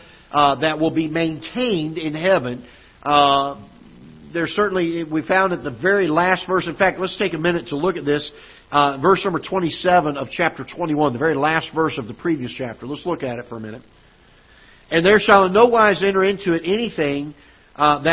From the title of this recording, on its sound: Ketha Heights Baptist Church ~ Live Broadcast